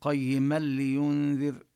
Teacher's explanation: نقول قيما لينذر، لا نقول قيما، لا نلفظ النون، إنما ندغم النون في اللام ويكون بلا غنة، ولا نطيل، لا نطيل المكث عند اللام. · Term: الإدغام بلا غنة